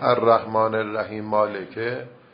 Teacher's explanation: الرحیم رو با یه نفس دنبالش میگه مالکه، و میمه اولم با اینکه مکسور هست اما ساکنش میکنه، بهش میگیم وصل به سکون.